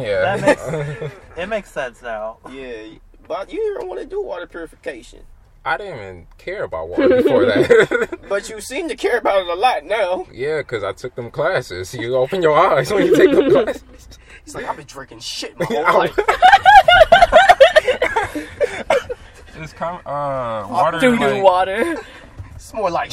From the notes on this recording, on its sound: joins the boys in the car